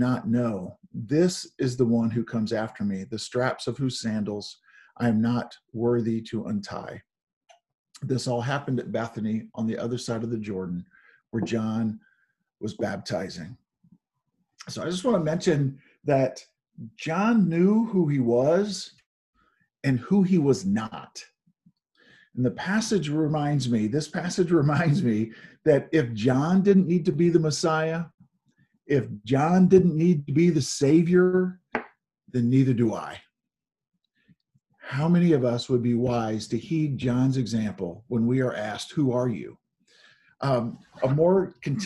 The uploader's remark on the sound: Zoom Sunday